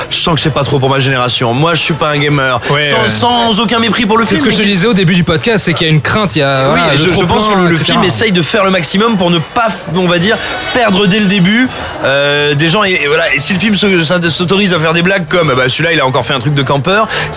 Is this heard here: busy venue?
yes